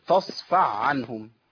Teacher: خلى الحاء ما بيمشيش فيها النفس